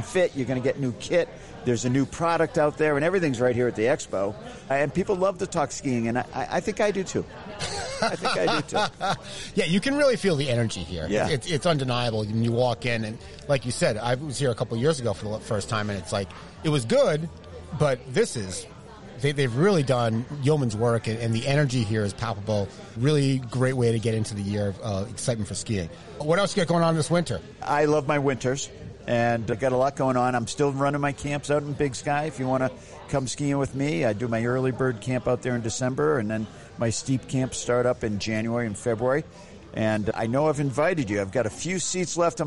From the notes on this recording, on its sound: Recorded live at the Country Ski Expo.